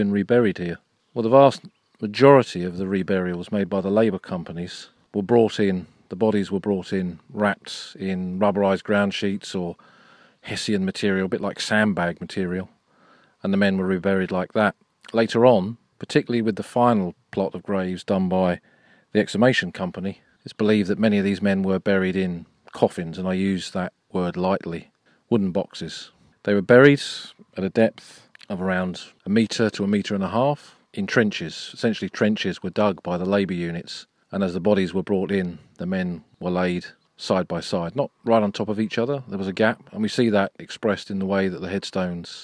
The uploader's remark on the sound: Flanders: Tyne Cot Cemetery. This episode was recorded at Tyne Cot Cemetery a few weeks ago.